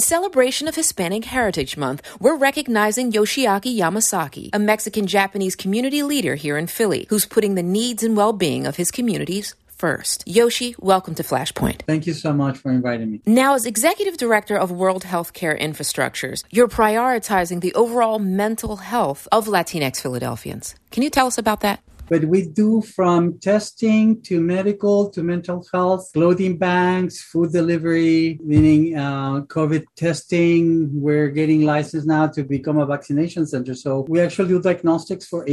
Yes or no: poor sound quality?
no